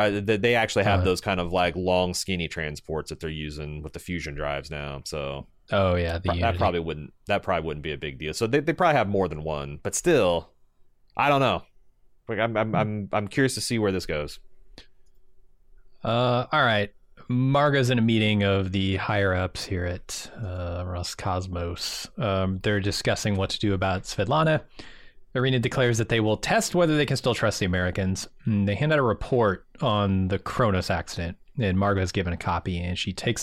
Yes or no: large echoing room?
no